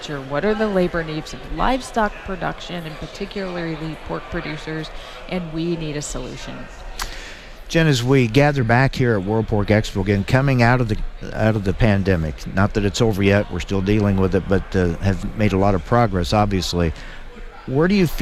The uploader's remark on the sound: reports from the World Pork Expo's live event in Des Moines, Iowa.